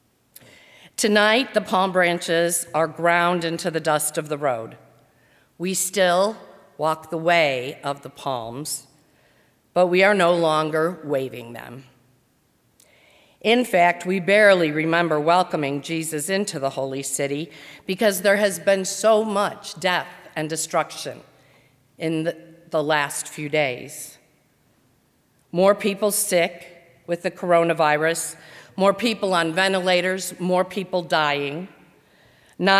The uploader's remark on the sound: during the 7:00 PM Maundy Thursday service on Thursday April 9, 2020, at First Presbyterian Church of Arlington Heights, Illinois.